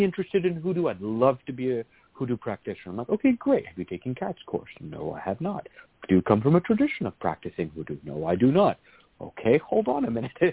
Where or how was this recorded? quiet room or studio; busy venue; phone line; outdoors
phone line